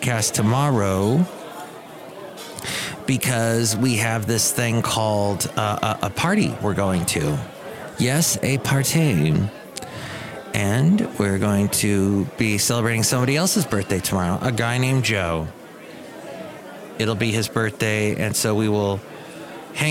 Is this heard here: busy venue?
yes